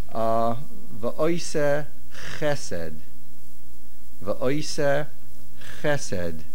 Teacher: The main accent of this word chesed is on the ches. And that affected the word before it and becomes va'oise on the ayin.